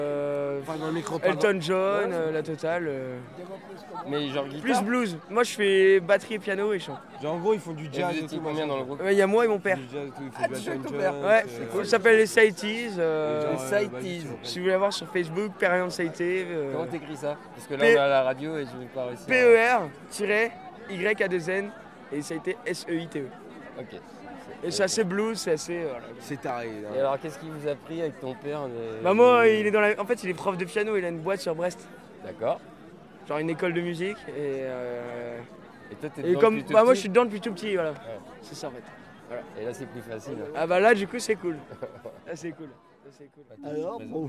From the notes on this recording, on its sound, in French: Lors du festival Ilophone de septembre 2022, l'équipe de radio Pikez s'est déplacée pour y capter l'ambiance et y faire des rencontres. Artistes, bénévoles, festivalier.ère.s et habitant.e.s de Ouessant se retrouvent tour à tour aux micros.